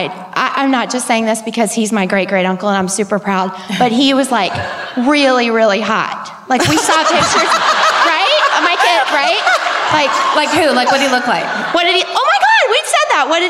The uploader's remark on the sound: Live at the W. L. Lyons Brown Theatre in Louisville